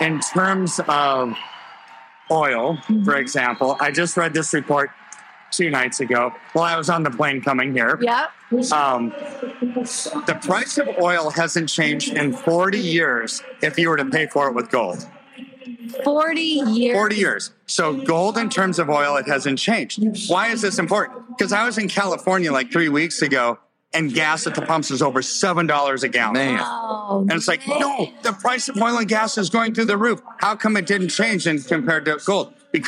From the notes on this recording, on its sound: live and in person at the Reawaken America event